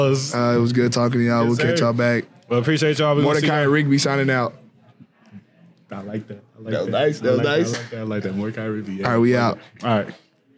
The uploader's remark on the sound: Recorded at Eskimo Joe's